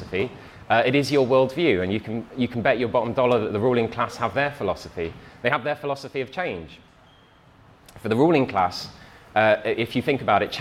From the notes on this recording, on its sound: talk from Revolution Festival 2019